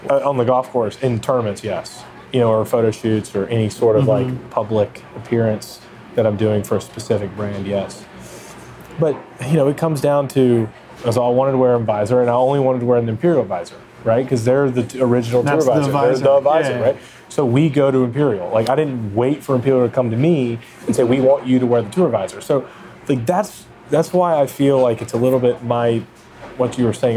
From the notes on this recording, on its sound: We sat down at the Brentwood Country Mart (which was fun but also potentially too busy for the audio; we live and we learn)